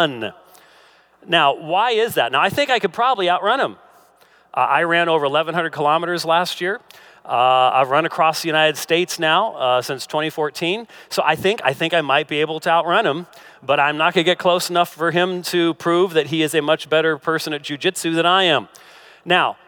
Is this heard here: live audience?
yes